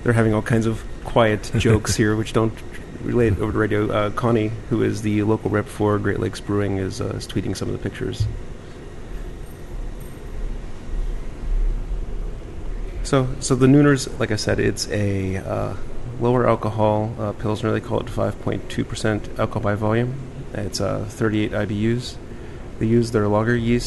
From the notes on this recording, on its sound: Recorded at Hough's in Pittsburgh